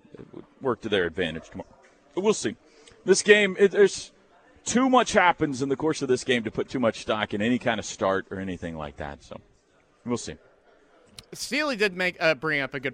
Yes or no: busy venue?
yes